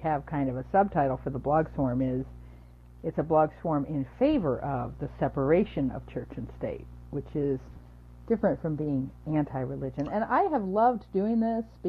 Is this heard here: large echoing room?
no